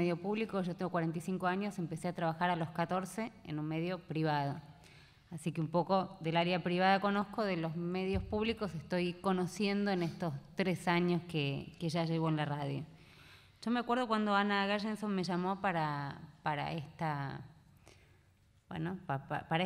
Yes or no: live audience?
yes